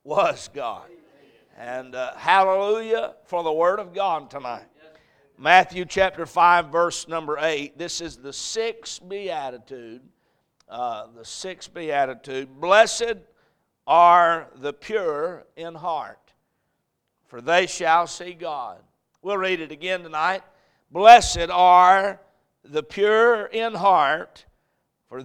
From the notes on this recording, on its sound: A message preached at Crossroads Baptist Church